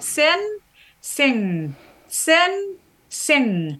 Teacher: you can feel that your tongue goes from the alveolar ridge to the velum